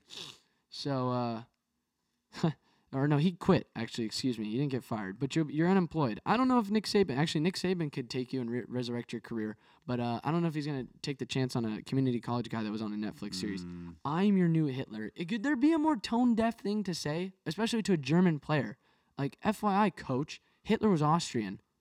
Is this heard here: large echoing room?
no